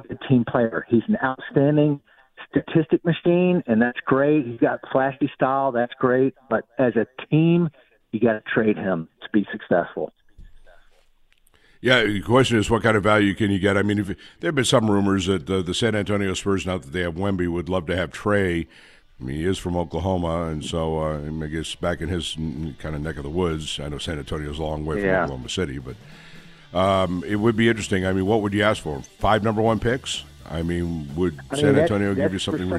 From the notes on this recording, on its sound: talks to the callers